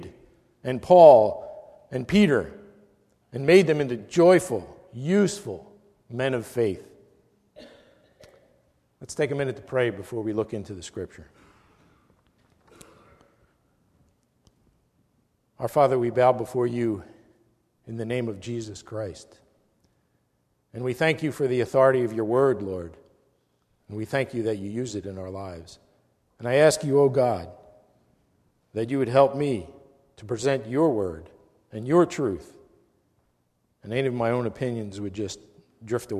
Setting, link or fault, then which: setting, large echoing room